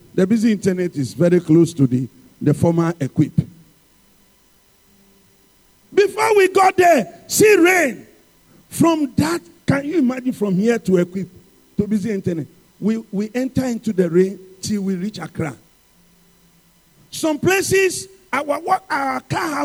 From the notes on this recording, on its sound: Sermon preached at CBC Adabraka Campus